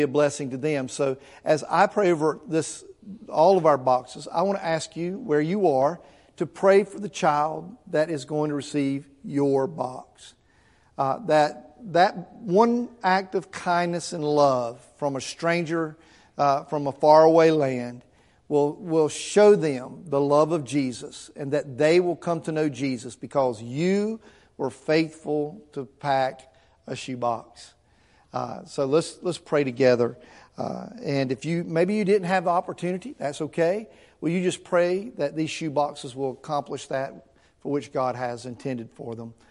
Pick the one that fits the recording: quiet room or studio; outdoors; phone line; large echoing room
large echoing room